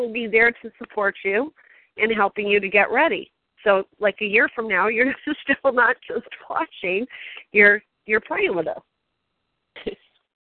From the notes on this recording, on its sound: Team SAP Conference Call.